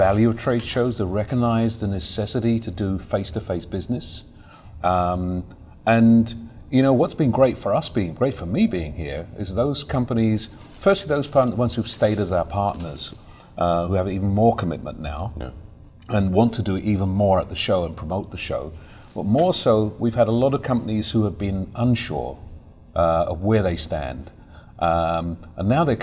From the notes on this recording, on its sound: Live From InfoComm 2021